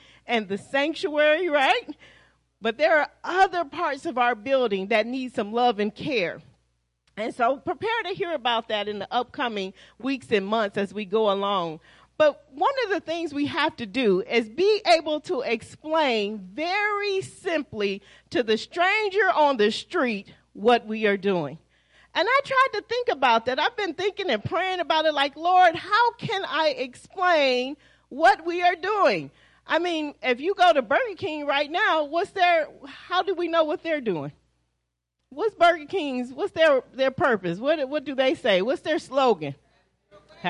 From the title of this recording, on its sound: Praise and Worship Service